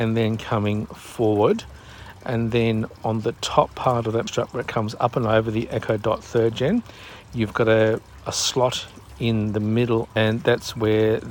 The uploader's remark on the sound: coming to you live from my backyard